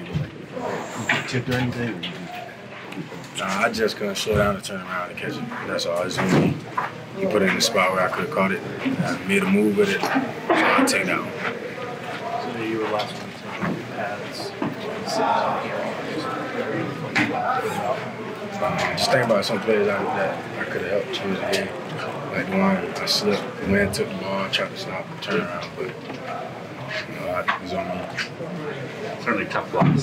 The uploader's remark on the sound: Postgame Press Conference